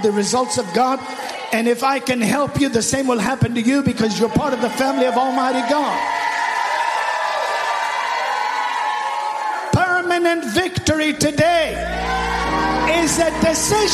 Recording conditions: live audience